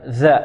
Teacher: من طرف اللسان مع طرف الثنايا العليا، ومنتهى طرف اللسان مع منتهى طرف الثنايا العليا · Term: الذال